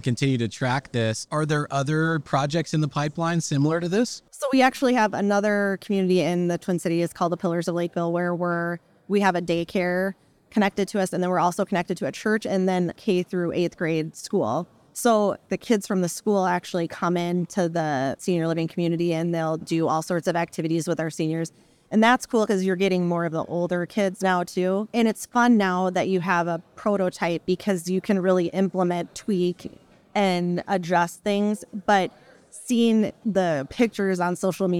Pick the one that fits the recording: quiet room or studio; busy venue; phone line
busy venue